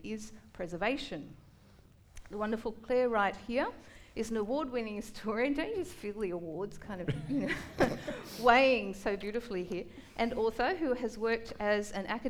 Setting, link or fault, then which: setting, busy venue